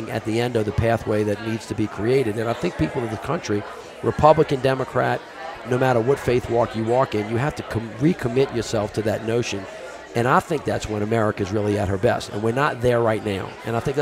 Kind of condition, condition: setting, busy venue